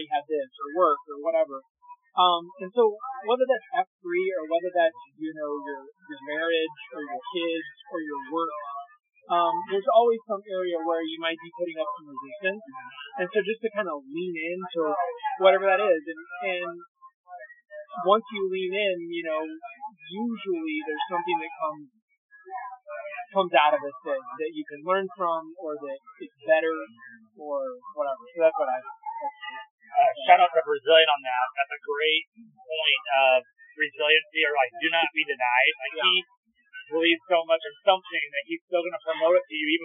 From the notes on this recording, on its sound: First time in-person interview over lunch for The GLUE-OOM podcast. Ignore the background noise.